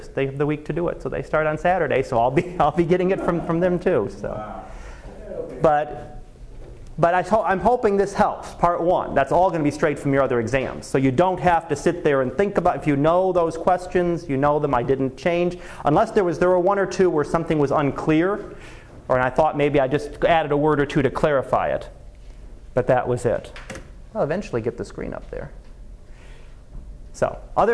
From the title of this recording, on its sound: Live Class Lecture